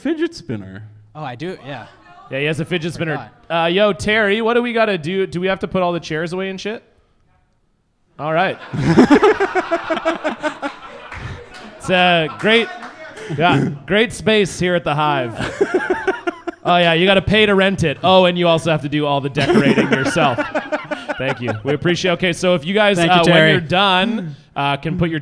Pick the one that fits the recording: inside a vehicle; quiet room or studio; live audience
live audience